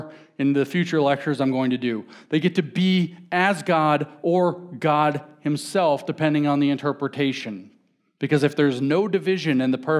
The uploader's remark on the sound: talk at the Mere Simulacrity conference in Phoenix, Arizona